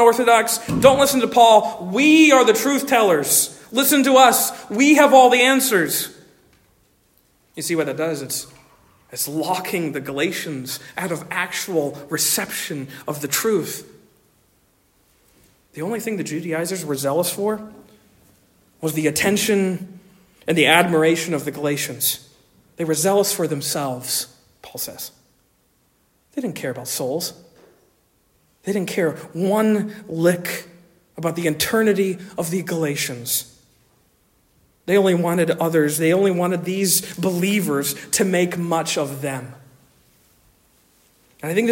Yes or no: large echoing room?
yes